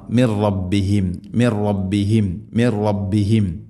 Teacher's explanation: നൂനിനെ റായിലേക്ക് ഇദ്ഗാം ചെയ്യണം, മണിക്കാതെ കൂട്ടിലയിപ്പിച്ച് ഉച്ചരിക്കണം · Term: ഇദ്ഗാം ബില ഗുന്ന